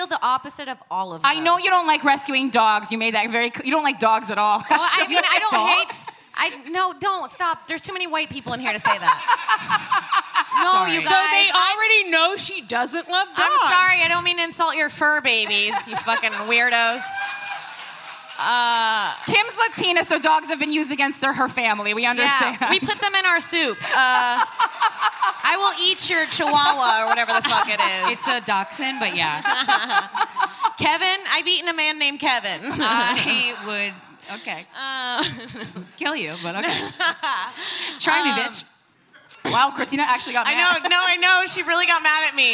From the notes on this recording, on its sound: Live from Skankfest South in Houston, Texas.